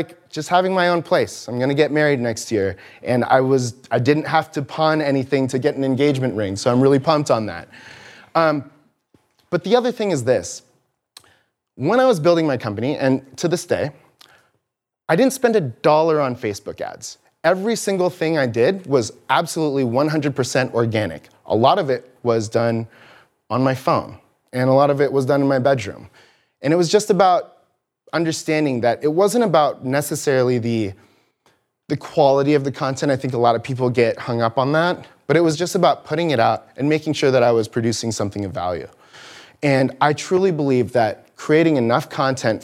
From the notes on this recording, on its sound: Audio from the live presentation on developing a content plan at TCVN in Irvine California.